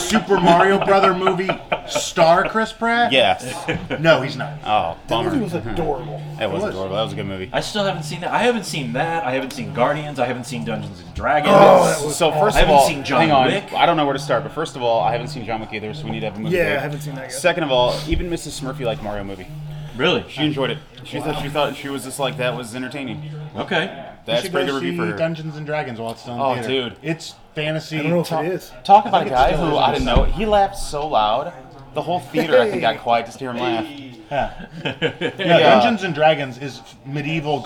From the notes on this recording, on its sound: We record our first ever live episode from Tatertot Comics and Collectibles in Arnold, MO for Free Comic Book Day 2023.